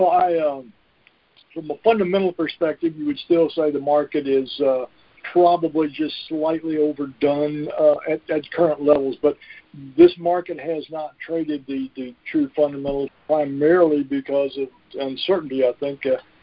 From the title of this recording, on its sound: Monthly Conference Call